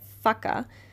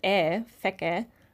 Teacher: ein A nicht A ausgesprochen wird, wie jetzt bei Fucker, sondern auf Englisch ja eher mit, wie so ein Ä, Fecke. Aber das macht natürlich dann keinen Sinn.